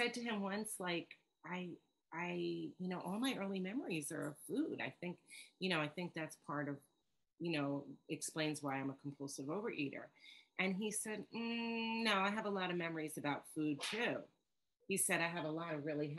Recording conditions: video call